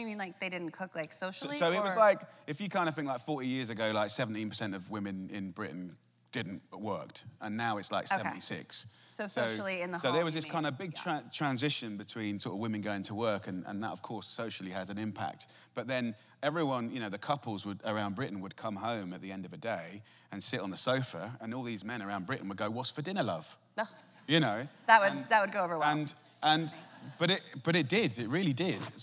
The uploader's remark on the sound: recorded on January 8, 2019 in front of a live audience at New York's 92nd Street Y